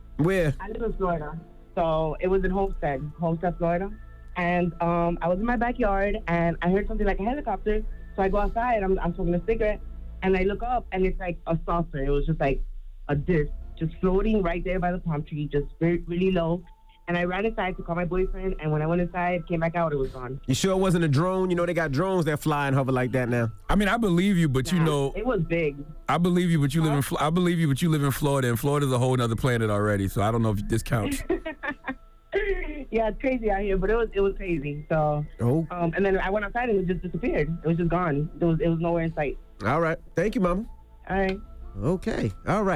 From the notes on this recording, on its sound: We opened up the phone lines.